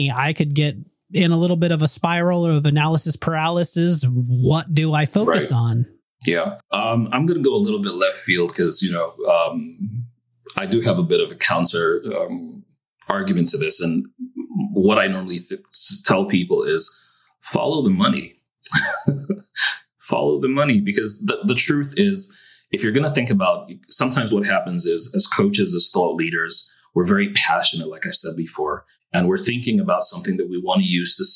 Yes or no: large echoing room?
no